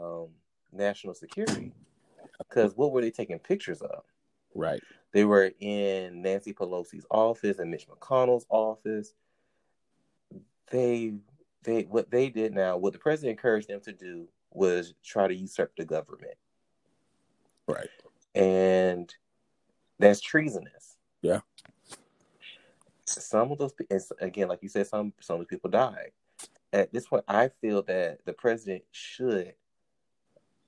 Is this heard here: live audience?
no